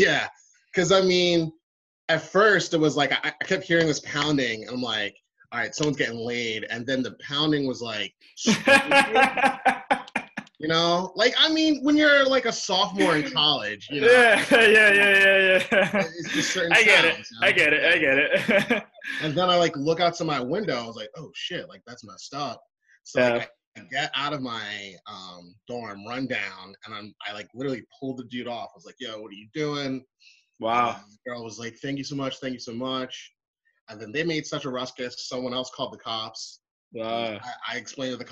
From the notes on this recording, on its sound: This episode was done over a Zoom call